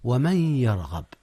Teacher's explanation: إدغام بغنة للنون في الياء